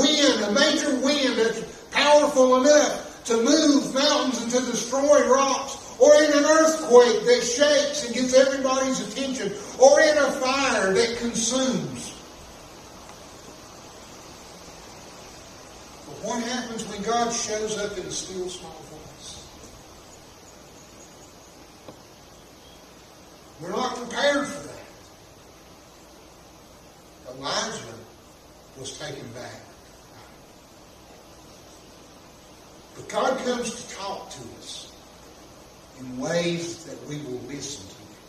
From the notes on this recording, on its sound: This message was preached at Chestnut Grove Baptist Church in Little Switzerland NC